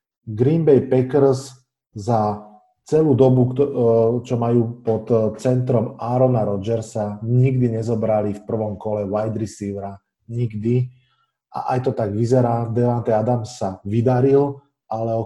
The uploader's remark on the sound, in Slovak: Zvuk je záznamom zo zoom konverzácie, je to žiaľ počuť.